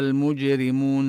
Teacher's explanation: الجيم فيها ساكنة وهي حرف مقلقل، نقلقل الجيم